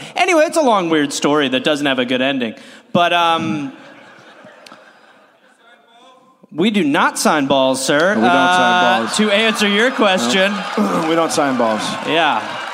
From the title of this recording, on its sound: Live in Phoenix